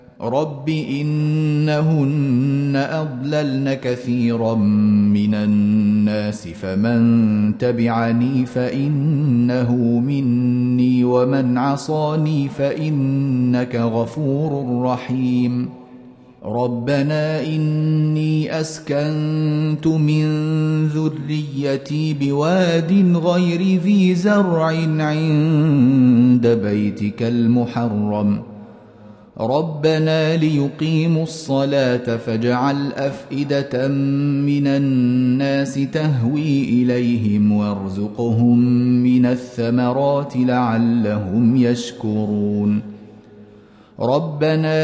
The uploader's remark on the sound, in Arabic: مسجل من صلاة التراويح بمسجد السلام بحي مشرفة بجدة.